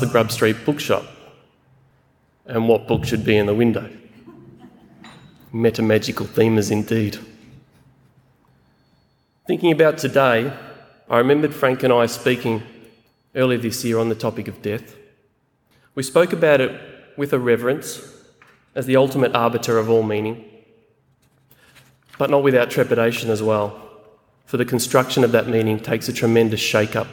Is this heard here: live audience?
yes